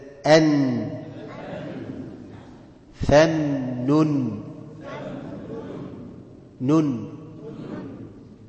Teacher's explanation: حرف النون طرف اللسان مع ما يقابله من الحنك الاعلى